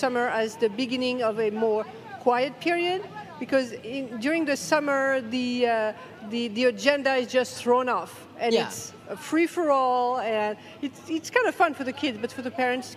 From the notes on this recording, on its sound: Live broadcast from the Moraga Faire. Our teens interview a cross section of people of all ages.